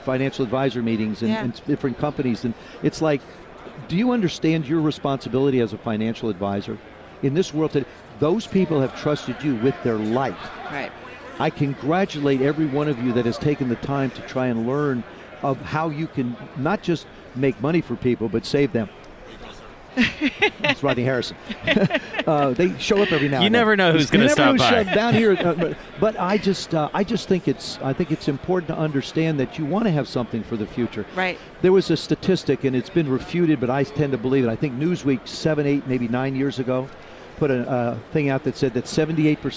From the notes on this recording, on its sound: live at radio row, ahead of the big game in Atlanta